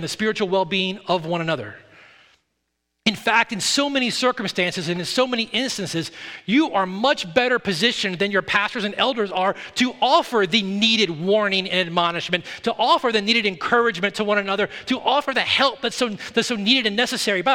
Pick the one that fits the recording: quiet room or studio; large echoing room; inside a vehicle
large echoing room